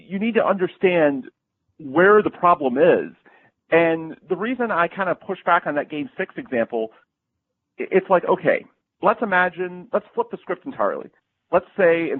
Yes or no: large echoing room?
no